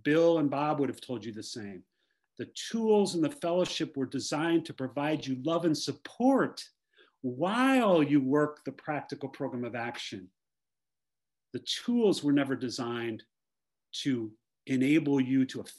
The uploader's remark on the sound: Recorded at the 100+++ Pounder Special Focus Meeting Wednesdays at 8am PST/11am EST/4pm GMT Meeting ID